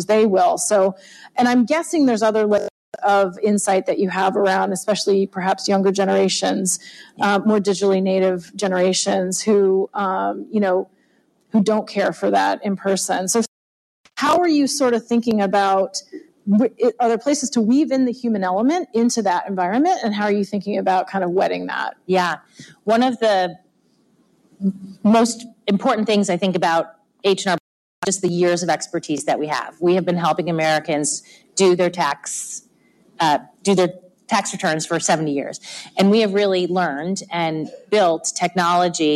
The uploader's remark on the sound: special episode of Marketing Vanguard live from Commerceweek